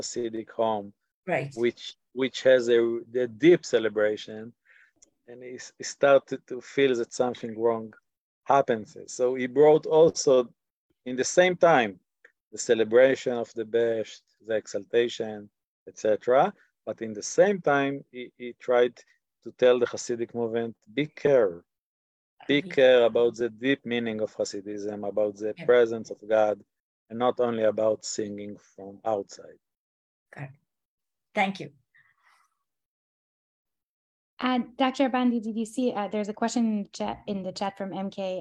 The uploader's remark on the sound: In this online class we will read passages from this work. This audio was originally captured from Zoom.